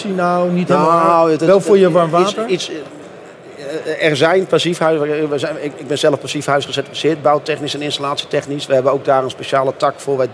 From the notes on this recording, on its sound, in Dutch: opgenomen op de VSK